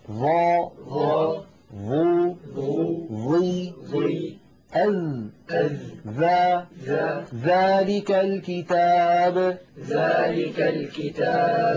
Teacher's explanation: طرف اللسان على طرف الأسنان العليا. لا يصح أن يخرج الإنسان قسما من لسانه إلى الخارج هكذا، هذا لا تفعله العرب وهو قبيح، قبيح في النطق وقبيح في الرؤية يعني. · Term: الحروف اللثوية